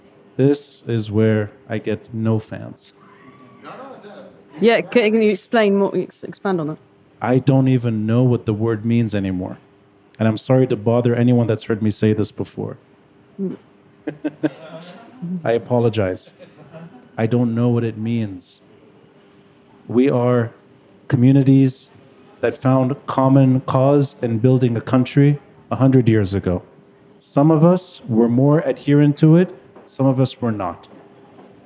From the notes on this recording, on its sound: Recorded live at Aaliya’s Books. Q&A.